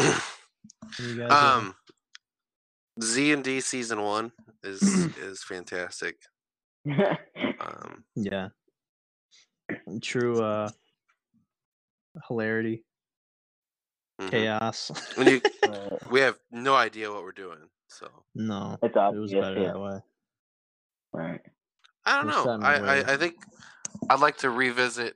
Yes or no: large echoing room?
no